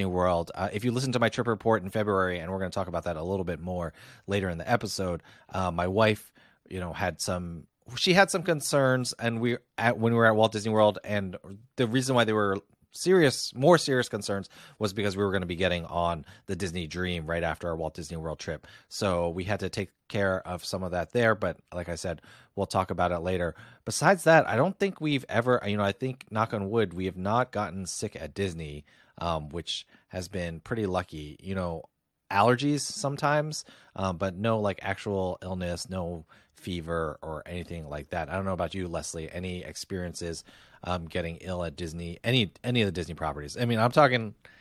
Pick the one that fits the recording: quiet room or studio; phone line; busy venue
quiet room or studio